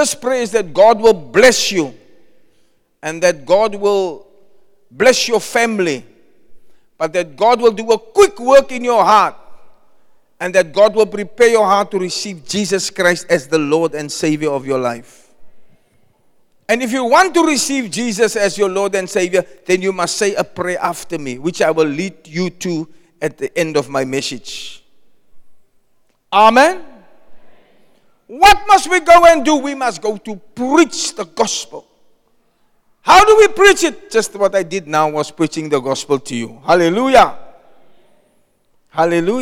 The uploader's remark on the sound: Preached at Zion Sanctuary, Cape Town